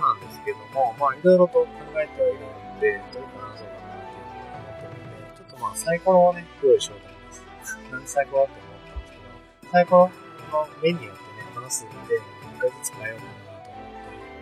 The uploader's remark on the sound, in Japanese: 謎の音質の悪さ